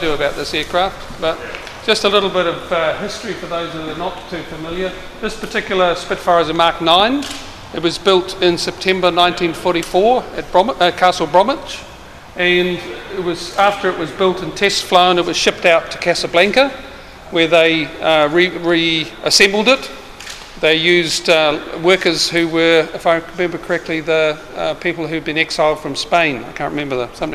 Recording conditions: busy venue